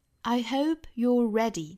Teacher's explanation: 元音的滑动感比美音的这个 O 要更明显啊 · Term: O 的滑动